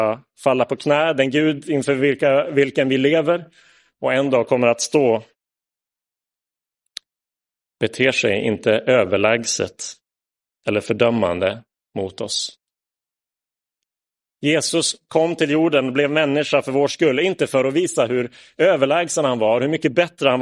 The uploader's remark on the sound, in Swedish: Inspelad i Roseniuskyrkan den 10 juli 2022.